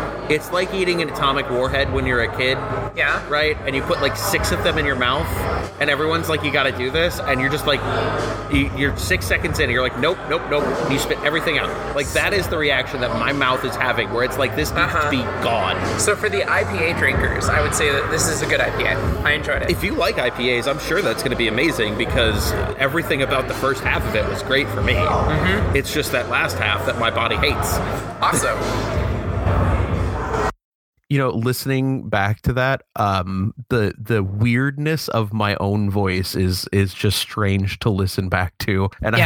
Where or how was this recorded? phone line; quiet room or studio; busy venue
busy venue